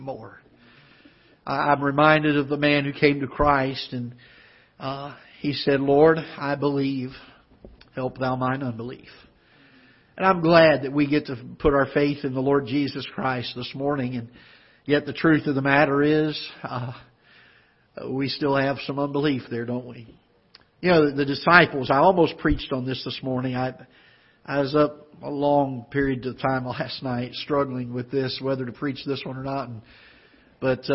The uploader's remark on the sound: Ketha Heights Baptist Church ~ Live Broadcast